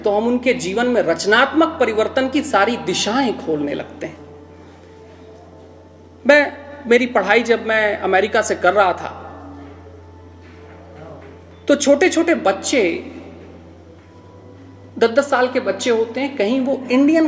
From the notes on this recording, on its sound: spoke at the Naad Brahman Festival